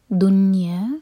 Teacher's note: اظہار کریں گے تو نہ تو نون پر جھٹکا ہوگا اور نہ ہی کسرہ کی آواز آئے گی